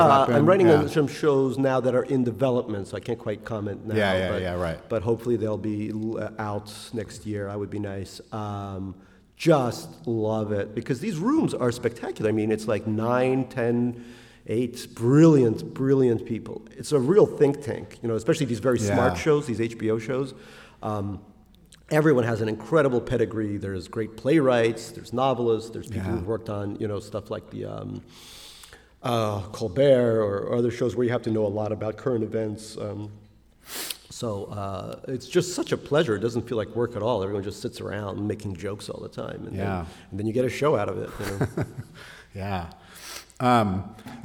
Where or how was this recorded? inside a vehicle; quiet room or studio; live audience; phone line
live audience